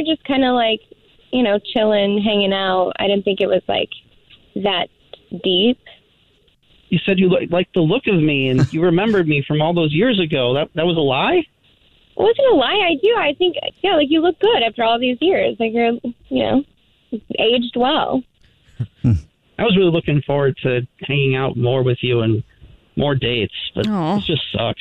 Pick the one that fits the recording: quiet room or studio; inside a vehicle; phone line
phone line